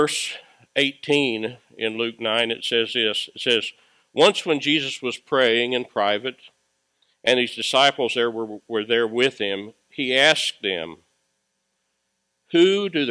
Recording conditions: large echoing room